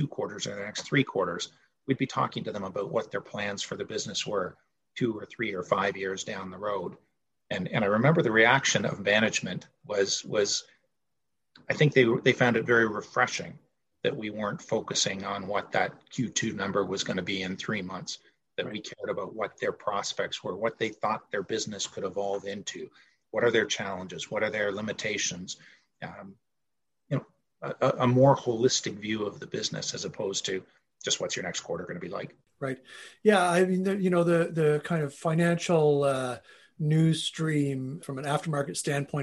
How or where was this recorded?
video call